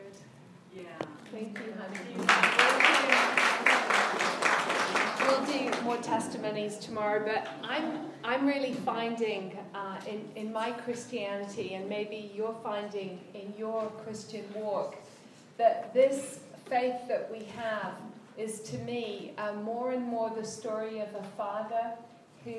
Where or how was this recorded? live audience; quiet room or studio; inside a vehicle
live audience